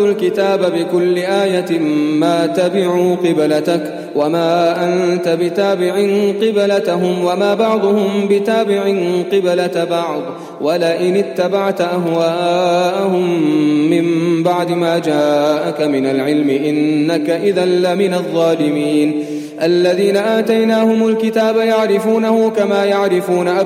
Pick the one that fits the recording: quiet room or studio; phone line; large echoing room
large echoing room